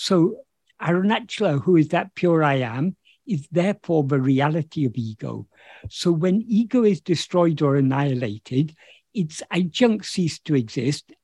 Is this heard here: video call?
yes